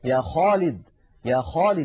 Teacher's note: العرب كانت إذا نطقت حرف الخاء فخمته، لأنه هذه الصفة الثالثة التي فيه حرف مستعل، يعني من حروف الاستعلاء السبعة، من خص ضغط قظ، فهو حرف عند نطقه يتجه ضغطه إلى قبة الحنك، إلى سقف الحلق.